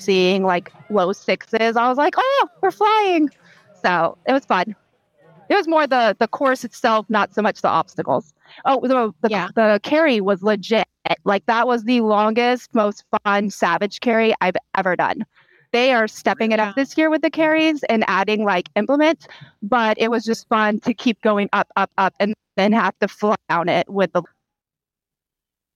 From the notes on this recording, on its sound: Post race interviews straight from the live coverage. Talk to some of the top Pros of the day in Savage Ohio 2023.